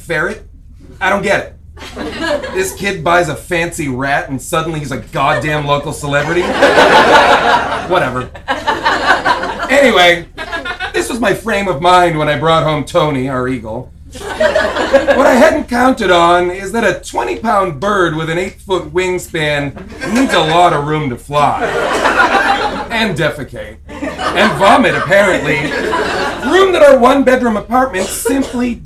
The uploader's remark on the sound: Recorded live from UCB-LA.